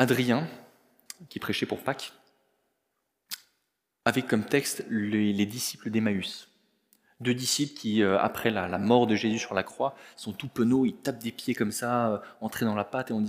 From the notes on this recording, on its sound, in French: Enregistré à l'église CVV